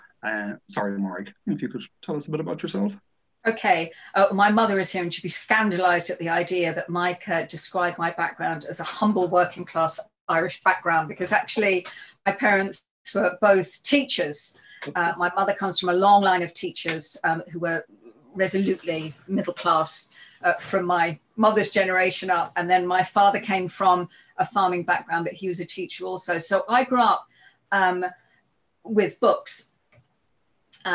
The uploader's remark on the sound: joined us for a Zoom workshop